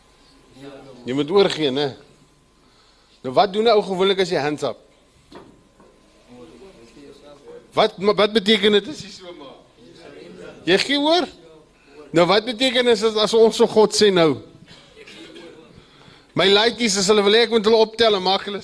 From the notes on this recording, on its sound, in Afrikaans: Luister na die opname van 'n herleweningsdiens, wat ons in 2010 by die Goodwood Korrektiewe Sentrum gaan hou het.